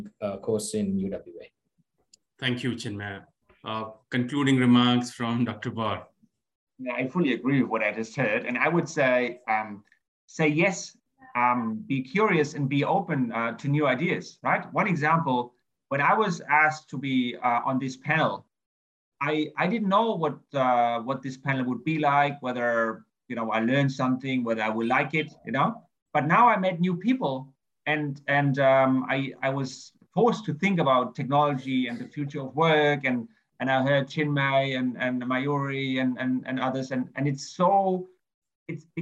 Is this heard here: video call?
yes